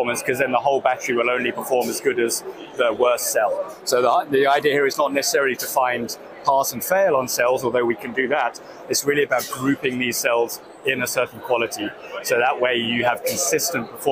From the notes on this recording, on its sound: Visits the Battery Show and Electric and Hybrid Vehicle Technology Expo in Novi, Michigan, where more than 800 companies showcased their innovations in EV technology. This episode features a host of guests from the show floor. The recent expo in Novi, Michigan witnessed record-breaking attendance, with over 19,000 participants and 800 companies presenting their cutting-edge products and solutions.